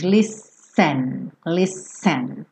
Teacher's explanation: embora se escreva com esse T, soa como se fossem dois S's